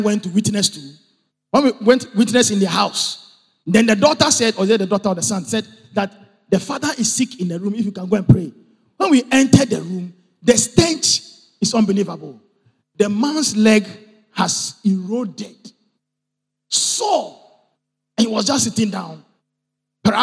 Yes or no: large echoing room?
yes